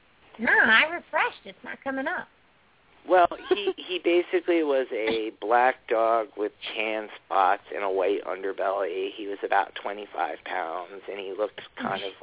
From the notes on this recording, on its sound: open up the lines for listeners to call